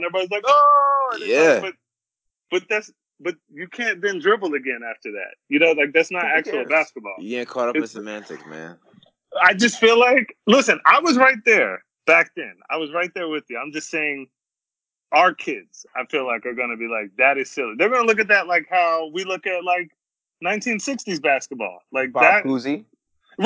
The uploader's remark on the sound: Sorry about the sound quality